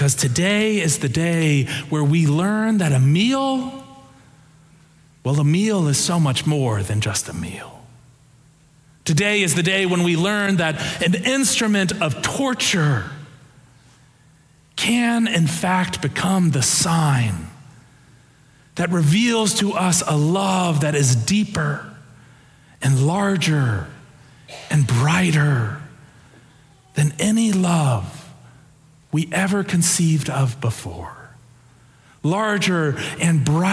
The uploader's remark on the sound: Preached on Palm Sunday (April 2, 2023) for our Sanctuary Worship Service.